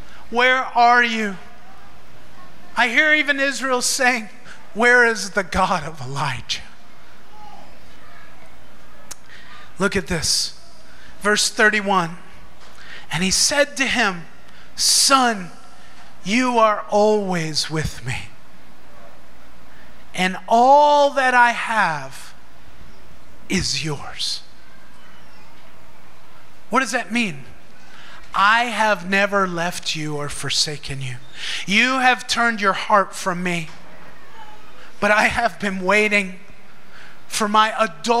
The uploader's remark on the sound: Recorded in Maranatha Family Church Davao's Sunday Service at FIRE School of Ministry Philippines in Davao City, Philippines